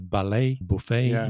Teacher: So In English, where you have French words of French origin, like ballet, buffet, we try to pronounce it, or we do in the French way. So not pronouncing the T at the end